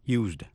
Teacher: Khi là động từ use thì chữ S phát âm là z. Quá khứ trong used đọc là d